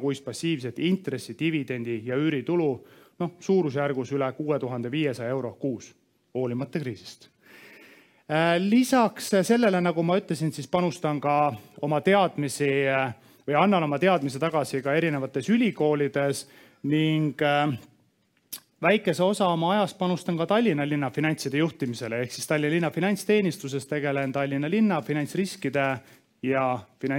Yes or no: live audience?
yes